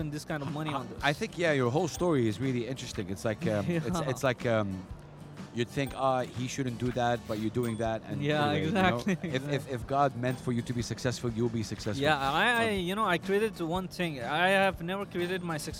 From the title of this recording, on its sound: Live from SIBF 2023